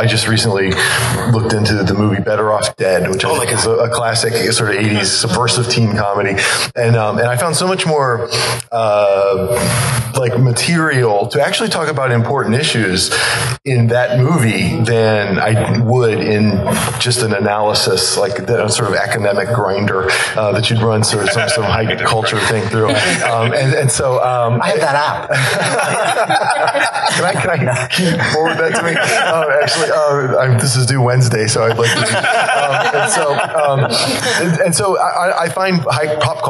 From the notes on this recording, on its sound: Live from Wizard World Pittsburgh!